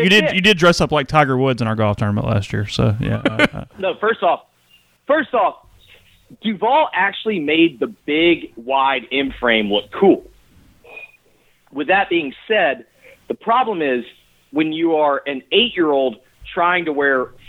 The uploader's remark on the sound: take listener phone calls for the majority of the episode